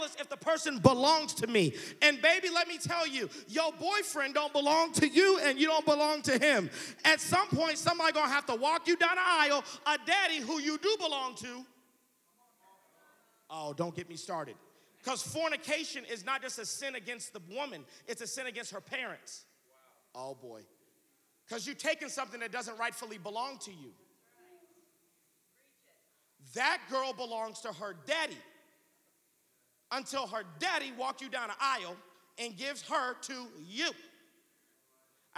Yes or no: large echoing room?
yes